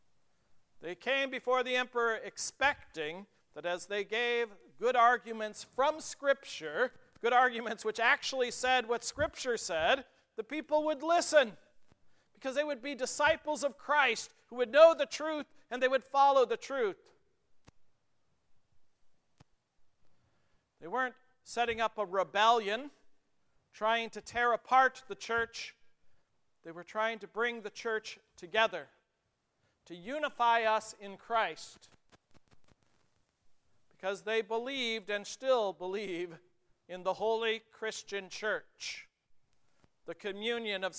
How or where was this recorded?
large echoing room